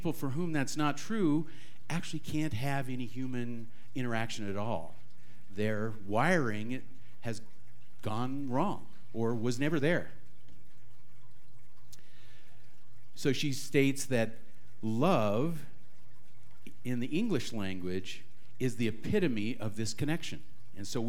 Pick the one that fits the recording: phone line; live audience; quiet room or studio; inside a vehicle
live audience